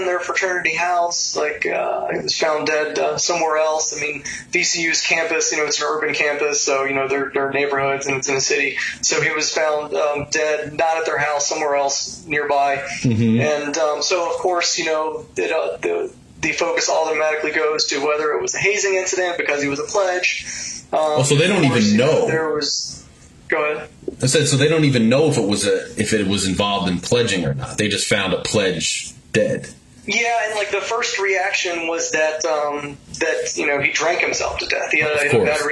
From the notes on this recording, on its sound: We apologize for the audio quality on this one. There were some technical difficulties.